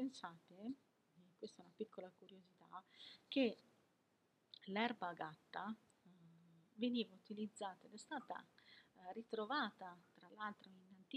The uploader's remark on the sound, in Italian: perdonate l'audio ma non sono ancora dotata di microfono super tecnologico e professionale.